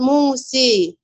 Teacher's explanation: الفتحه ناحيه الكسره باكبر درجه يعني كبرى، اماله كبرى